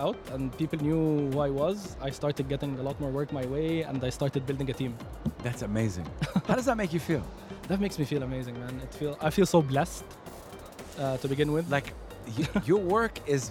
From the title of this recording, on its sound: Live from SIBF 2023